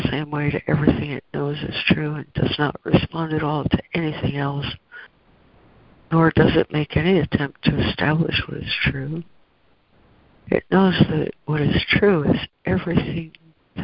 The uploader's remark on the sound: ACIM Daily Conference Call.